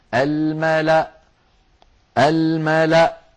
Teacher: ويوقف عليها بهمزة ساكنة الملأ الملأ هكذا، ولا تنطق الواو التي هي كرسي للهمزة، ولا تنطق الألف التي بعدها.